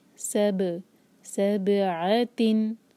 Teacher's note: با جو ہے قلقلہ کا لیٹر ہے، اس کو باؤنس کرنا ہے، پلٹانی ہے آواز اس کی